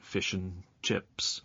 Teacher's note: the word and is often pronounced un in phrases like fish and chips · Term: weak pronunciation of vowel